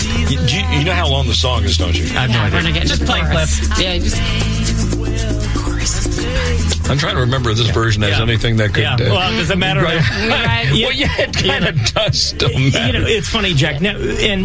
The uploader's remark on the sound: Take your live calls.